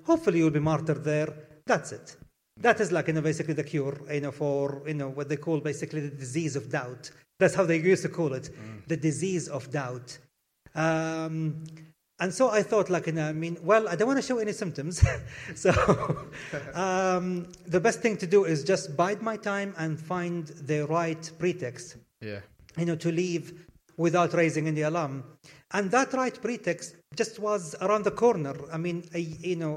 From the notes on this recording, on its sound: Blethered Live at SWG3 in Glasgow